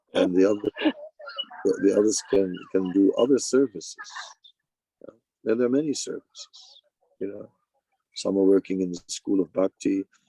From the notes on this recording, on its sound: Zoom Meeting.